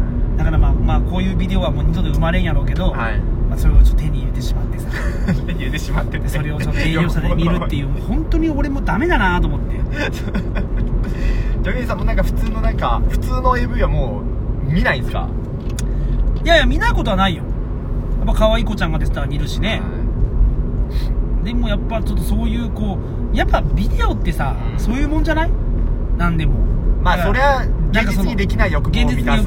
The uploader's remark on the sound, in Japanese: 取引先に向かう営業車の中で